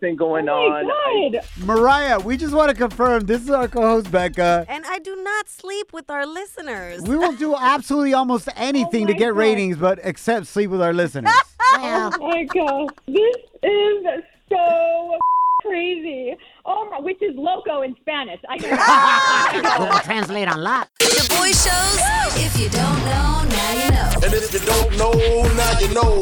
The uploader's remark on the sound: We opened up the phone lines to help out a listener.